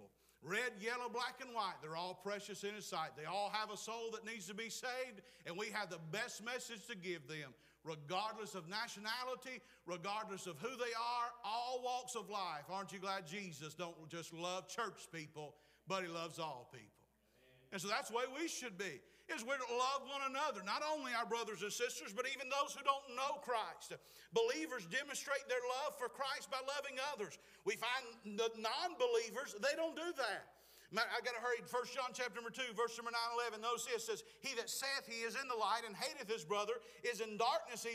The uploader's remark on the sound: Preached at Clifton Baptist, Forest Ms.